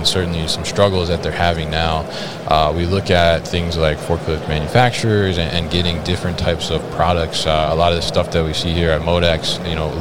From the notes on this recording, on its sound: Concentric at MODEX 2022. Joined live at MODEX 2022.